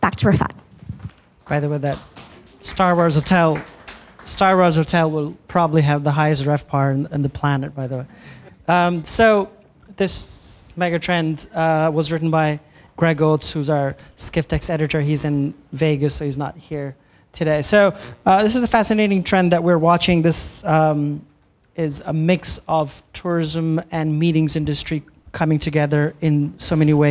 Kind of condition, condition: setting, live audience